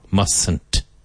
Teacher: Now, you'll notice in the negative, the first T is not strong